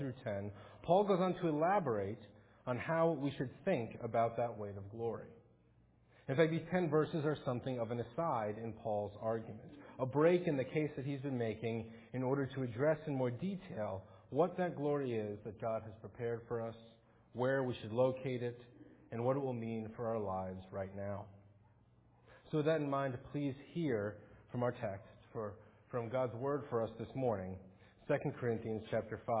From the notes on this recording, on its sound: Faith Presbyterian Church – Morning Service